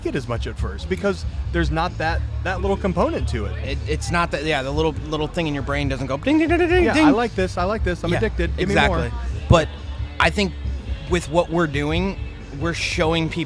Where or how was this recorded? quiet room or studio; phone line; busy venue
busy venue